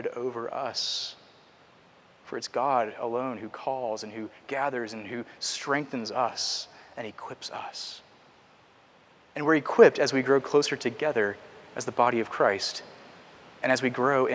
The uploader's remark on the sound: Preached at Christ Covenant Presbyterian Church, PCA (Culpeper, VA)